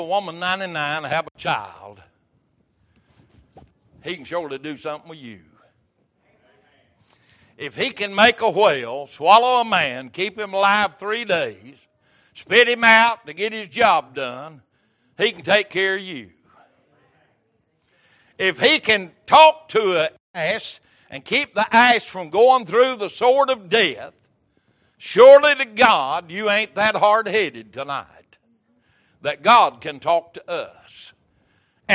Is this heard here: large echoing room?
yes